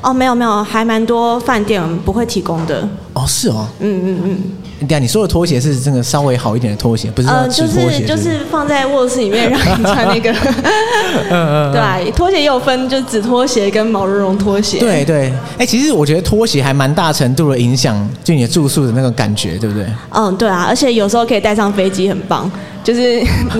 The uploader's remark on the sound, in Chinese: Live Podcast 原音直送